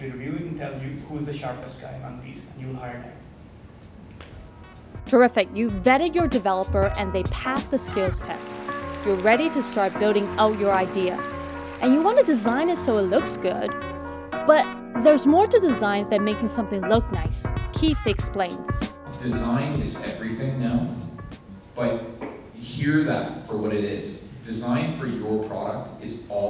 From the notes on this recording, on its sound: In this episode I attend a meetup event by Spring Startup School for Entrepreneurs where a panel of tech industry leaders share their advice.